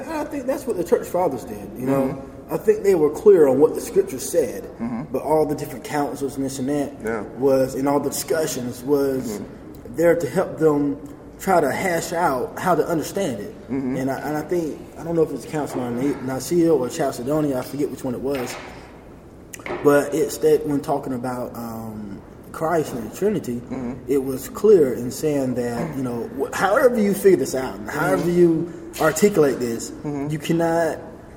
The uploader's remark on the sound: Recorded at the seminar. I also have the privilege to catch up with a few people at the seminar.